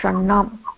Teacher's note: षड् इत्यस्य टकारस्य स्थाने टवर्गस्य पञ्चमवर्णः णकारः आगच्छति · Term: अनुनासिकसन्धिः